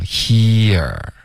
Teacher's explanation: 我会写一个比较饱满的 e 的音 he OK 然后 e 后面呢要滑到一个饱满的 er 所以你会听到一个滑动